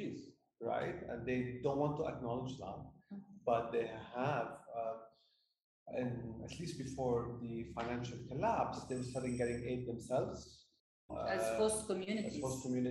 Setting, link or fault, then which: fault, poor sound quality